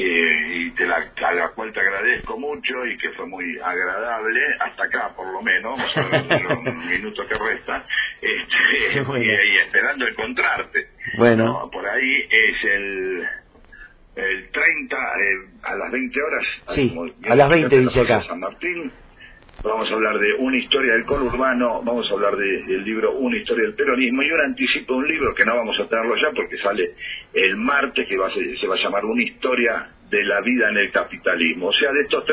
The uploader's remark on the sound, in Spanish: En el marco de la 5ta Feria del Libro y la Lectura. En una charla telefónica.